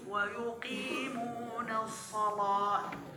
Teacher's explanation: القاف هي من حرف الاستعلاء، لكن إذا كانت مكسورة فهي في أدنى المراتب · Term: مرققة